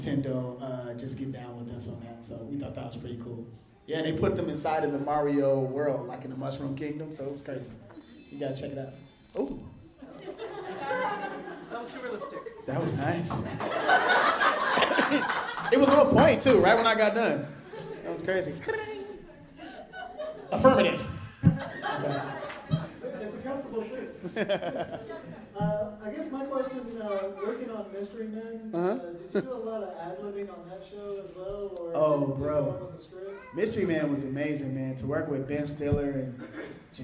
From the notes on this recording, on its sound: here are some interviews and a panel from Premium Basin Comic Con X this year